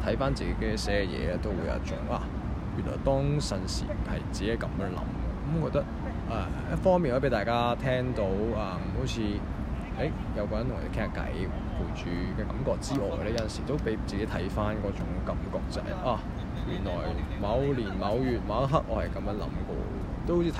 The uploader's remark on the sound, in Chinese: 搭船入馬灣。戶外錄音多多包涵。